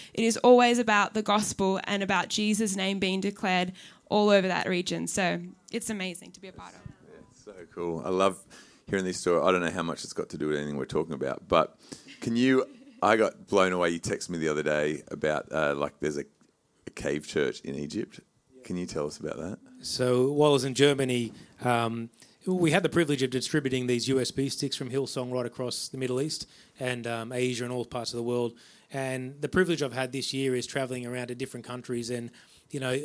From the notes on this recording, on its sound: host a masterclass at the Hillsong Worship and Creative Conference